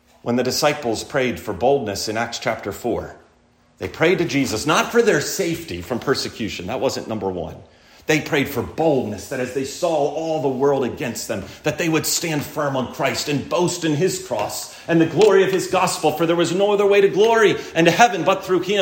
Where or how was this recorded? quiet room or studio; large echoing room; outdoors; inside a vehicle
large echoing room